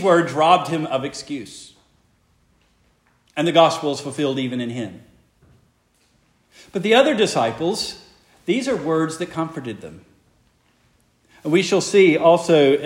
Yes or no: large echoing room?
yes